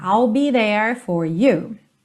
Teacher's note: there termina ali, ó, com a língua enrolada